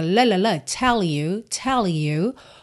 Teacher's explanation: Você pode juntar com L mesmo lá no céu da boca